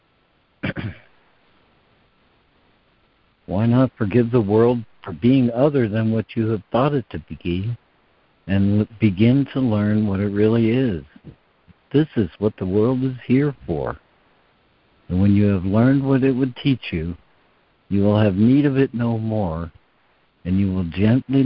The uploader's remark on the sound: ACIM Daily Conference Call.